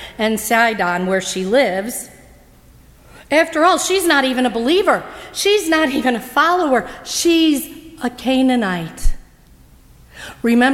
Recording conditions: large echoing room